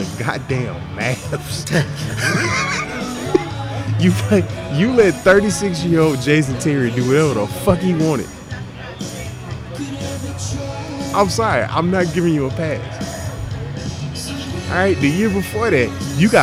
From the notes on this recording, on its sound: There were mics, there were drinks and a podcast was created from the best bar in the City of Austin.